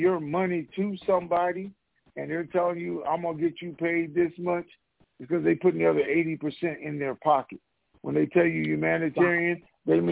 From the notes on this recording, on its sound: TNTSuperfantastic Conference Call